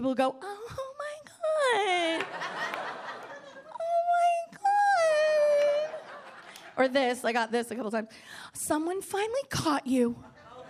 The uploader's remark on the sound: Gotham Comedy Live